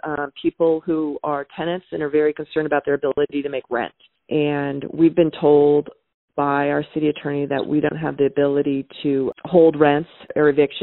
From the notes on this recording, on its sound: Due to social isolation. Conducted over the phone and wasn't of the best quality.